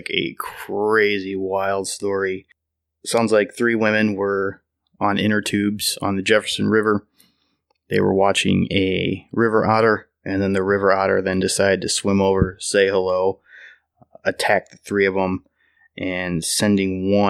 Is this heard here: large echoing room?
no